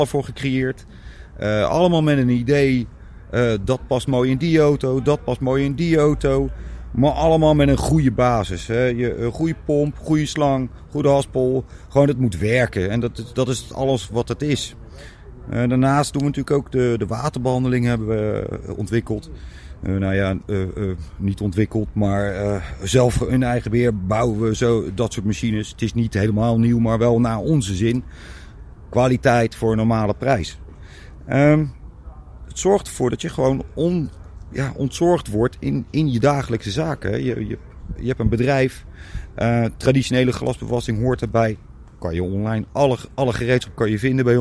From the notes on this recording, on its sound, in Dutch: Podcast live vanuit de Schoonmaak Vakdagen in Houten.